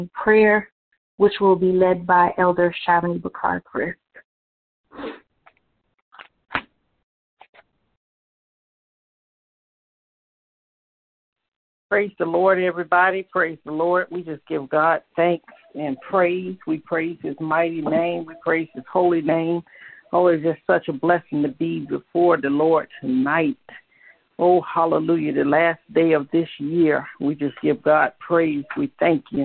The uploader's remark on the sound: New Years' Service Conference Call.